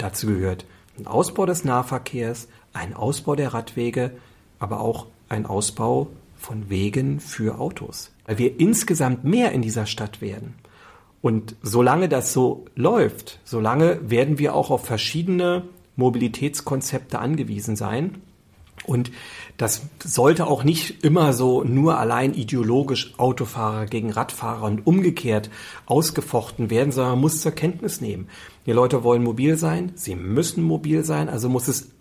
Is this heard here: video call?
no